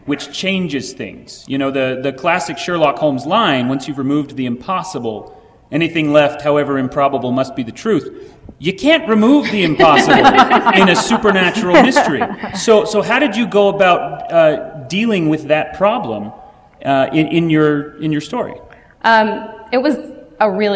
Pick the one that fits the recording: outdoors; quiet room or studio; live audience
live audience